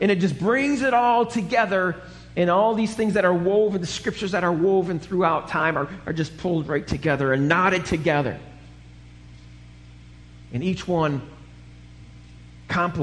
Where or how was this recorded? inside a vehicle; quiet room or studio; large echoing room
large echoing room